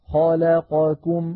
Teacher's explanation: هنا توالى أربع أحرف متحركة، لابد من المساواة بين أزمنتها، فلا نقول مثلا خلقكم هكذا نخطفها، خلقكم نسوي بينها.